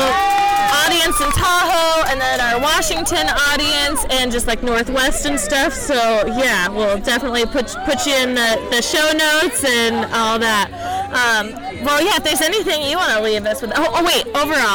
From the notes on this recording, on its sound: A women’s only enduro race. We sat down and did a live recording from the event. We got to talk to several people who were either vendors or racers at the Sturdy Dirty. The sound quality isn’t the best as we were outside and flying by the seat of our pants (as usual).